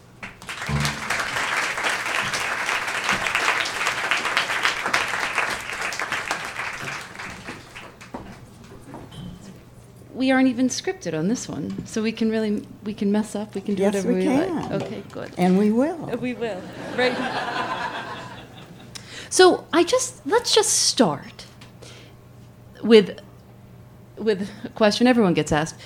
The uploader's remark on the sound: This is a live interview from Motorco Music Hall in Durham, North Carolina.